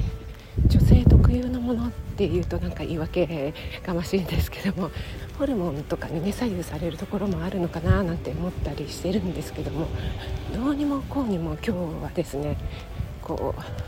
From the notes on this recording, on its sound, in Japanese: 外収録のため風の音が入ってます